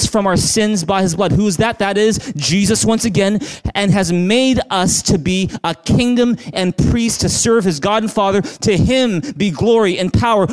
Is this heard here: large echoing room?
yes